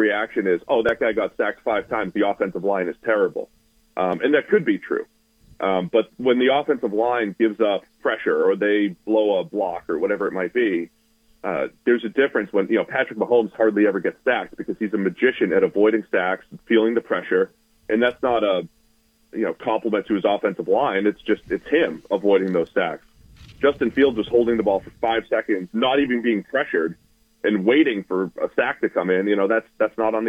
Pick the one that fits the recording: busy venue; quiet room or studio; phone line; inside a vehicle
phone line